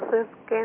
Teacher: والصاد هنا مكسورة في أدنى مراتب التفخيم لا تصير سيلا إنما تصير صادا